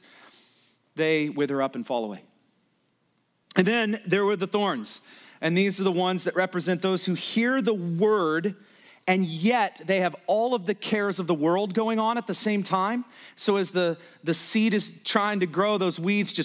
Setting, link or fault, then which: setting, large echoing room